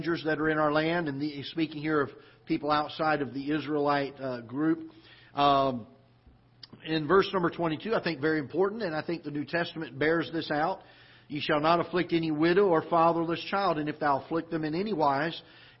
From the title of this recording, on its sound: Ketha Heights Baptist Church ~ Live Broadcast